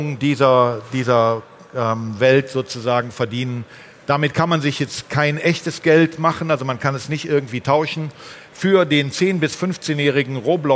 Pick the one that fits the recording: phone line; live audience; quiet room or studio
live audience